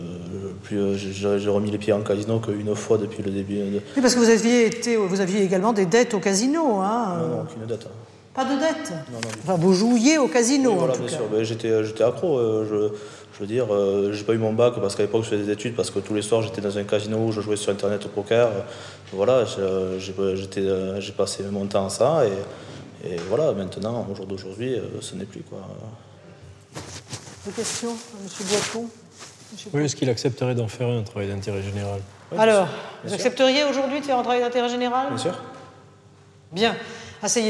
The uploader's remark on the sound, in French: Exceptionnellement, l’enregistrement des audiences que vous allez entendre a été autorisé.